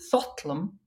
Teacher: It needs an alliterating syllable that begins with thorn, this TH sound. But because you can add the grammatical meaning to the word by suffixing it with this UM, you can keep the thotlum, the harsh tho as the first syllable there.